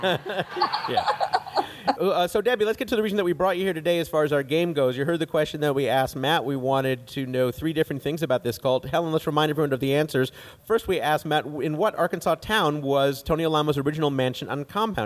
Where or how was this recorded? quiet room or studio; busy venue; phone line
busy venue